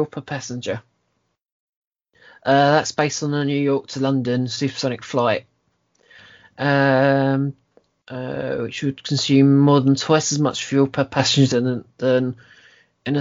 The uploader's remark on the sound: Please note we had some minor sound technical diffculties whilst recording.